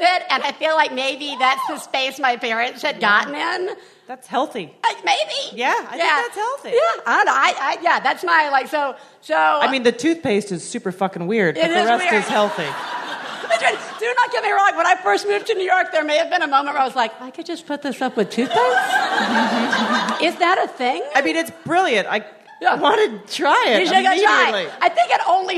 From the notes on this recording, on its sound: One Bad Mother is live from The Bell House in Brooklyn this week!